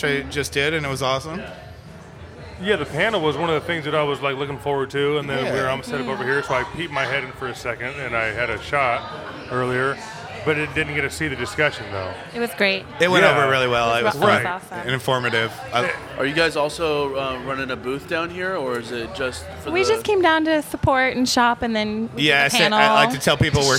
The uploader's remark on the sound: LIVE FROM NORTHWEST THRIFTCON